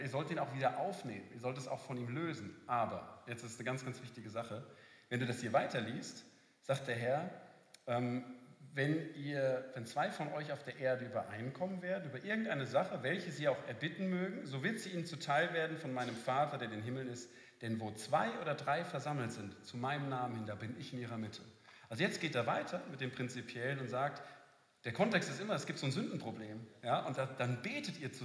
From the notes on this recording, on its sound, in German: Ausschnitt unseres Freiburg-Live-Events